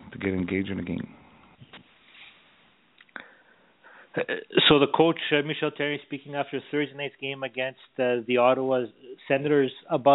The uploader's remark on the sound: We take your phone calls.